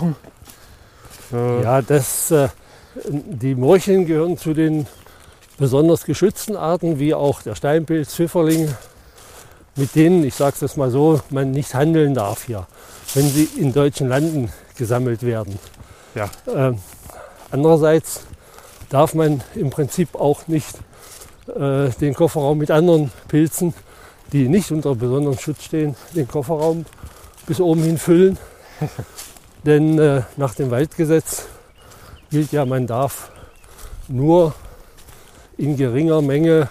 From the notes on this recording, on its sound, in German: Mit voller Vorfreude sind wir für diese Aufnahme in den Wald gegangen, um eine Stelle ausfindig zu machen. In einem kleinen, unscheinbaren Wäldchen ergab es sich, dass wir eine Stelle fanden.